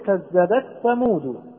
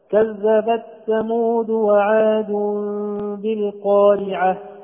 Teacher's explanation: تخرج التاء من طرف اللسان مع أصول الثنايا العليا · Shown in: second take · Term: الإظهار